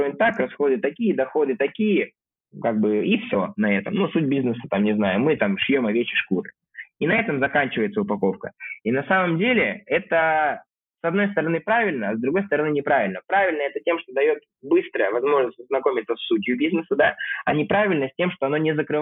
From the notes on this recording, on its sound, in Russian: Записанный в спартанских условиях (будто разговор по телефону)